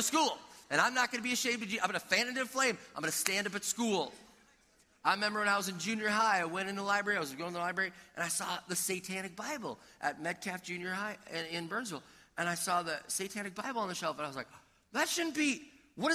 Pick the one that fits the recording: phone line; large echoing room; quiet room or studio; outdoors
large echoing room